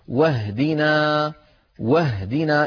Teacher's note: انتقلنا من الواو إلى الهاء ولم نقل واهدنا، فالهمزة سقطت هنا لأنها صارت في وسط الكلام. بينما لو بدأنا بكلمة بفعل اهدنا كما في الفاتحة نقول اهدنا اهدنا. · Term: همزة الوصل